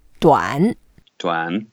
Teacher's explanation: 短 and 矮 both are third tones, so we just make an effort, go down first and go up.